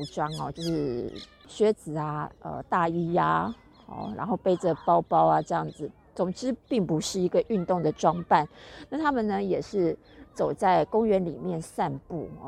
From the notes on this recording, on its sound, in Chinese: 羅馬終於有出現一個整天的晴朗了！臨時起意來到附近的大公園試試看錄音效果，聽起來不會是室內那樣乾淨的錄音效果，但絕對自然哈哈。其實已經努力修掉一些可能不舒服的聲音了。